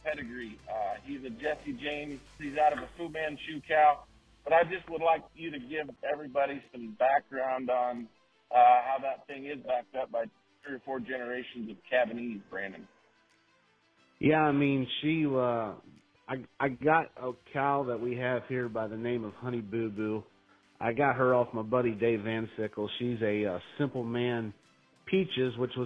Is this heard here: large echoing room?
no